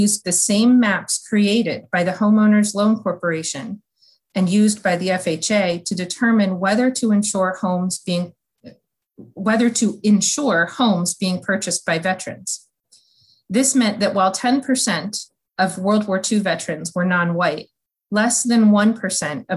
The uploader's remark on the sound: held a virtual panel discussion